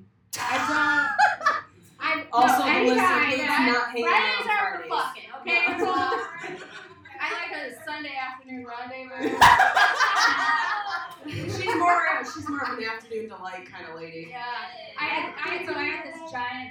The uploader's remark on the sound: Live at The Independent Comedy Club